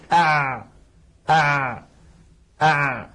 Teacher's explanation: حرف العين لم ينبتر الصوت عند النطق به كانبتار الباء والقاف، لم ينقطع، ولكنه لم يجري جريان الشين وجريان الثاء.